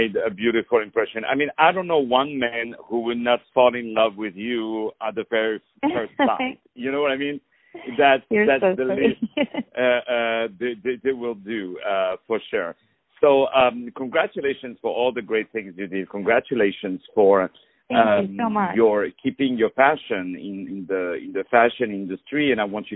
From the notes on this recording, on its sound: On the phone